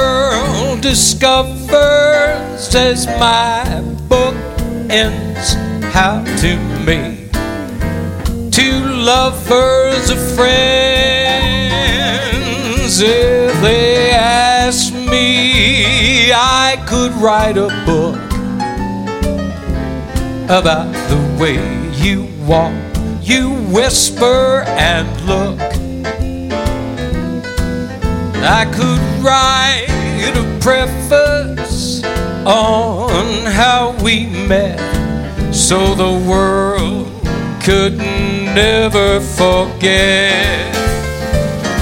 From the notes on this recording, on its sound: Live at the SouthPoint Casino